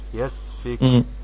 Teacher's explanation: ونقف عليها بالسكون مع الهمس في الكاف